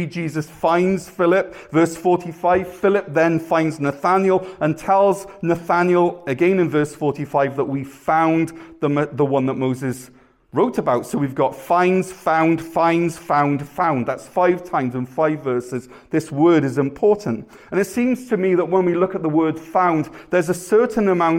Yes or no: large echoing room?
yes